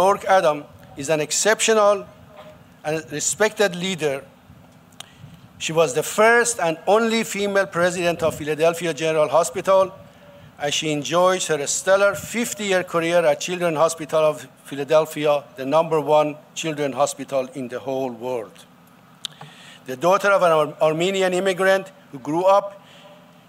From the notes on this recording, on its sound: Rowan University Commencement Speech. 2023 Commencement Keynote Speech.